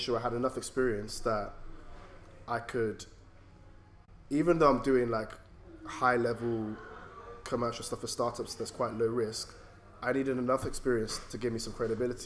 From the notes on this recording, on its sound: we improvised by recording at a pub in central London so please embrace the “ambient” noise